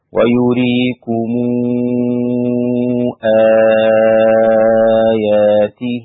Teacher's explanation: ويريكم آياته، الإمام ابن كثير ضم ميم الجمع، وجه الصلة لقالون وورش أيضا لأن بعدها همزة، وورش يمد ست حركات بالإشباع